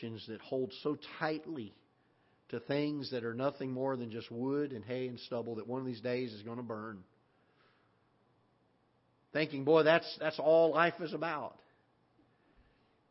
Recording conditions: large echoing room